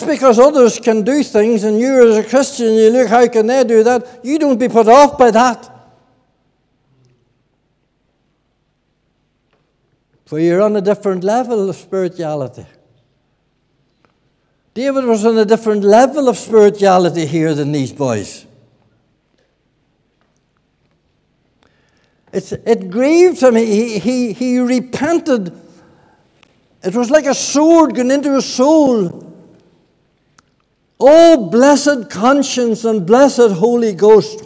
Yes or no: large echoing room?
yes